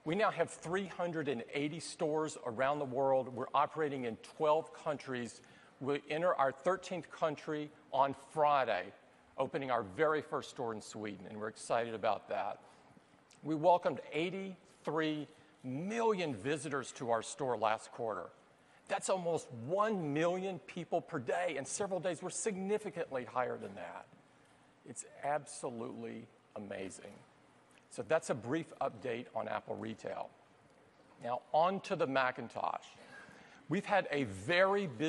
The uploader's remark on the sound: Apple Special Event, September 2012